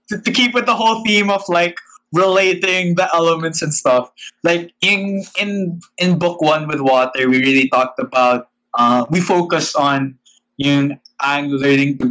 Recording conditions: video call